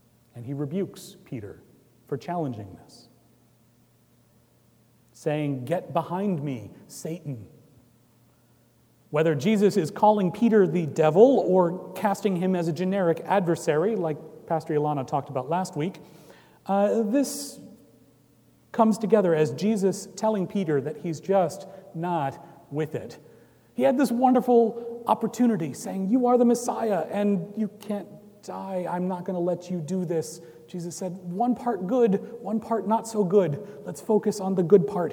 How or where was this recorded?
large echoing room